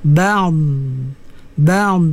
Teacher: kita letakkan tepi lidah tu menyentuh gigi di hujung tu, ba'd, dan ditahan dia di situ · Term: sifat dhad